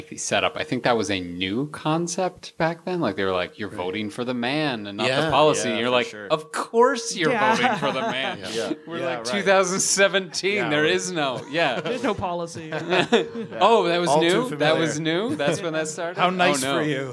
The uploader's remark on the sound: This episode was recorded before a live audience. At The Social Capital Theater.